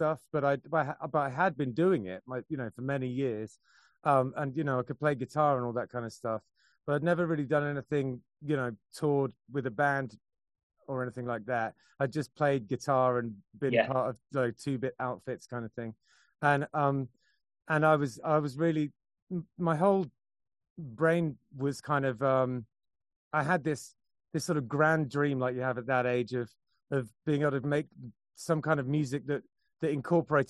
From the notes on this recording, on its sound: has a great chat via Zoom